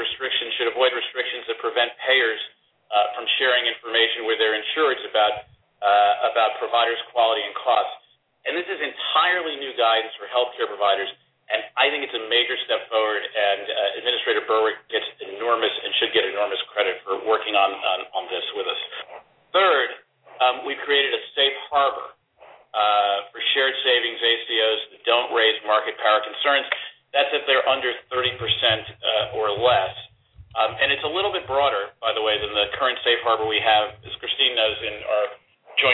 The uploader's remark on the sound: Replay: HHS Conference Call on Accountable Care Organizations.